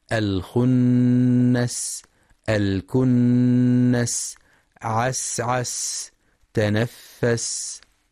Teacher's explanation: وينتبه لهمس السين الساكنة ورخاوتها خاصة عند الوقف عليها